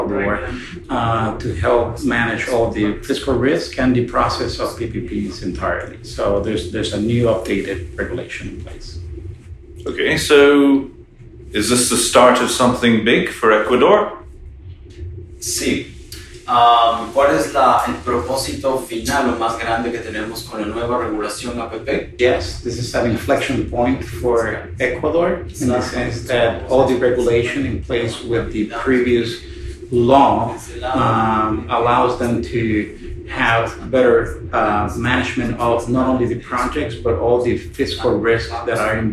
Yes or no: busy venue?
yes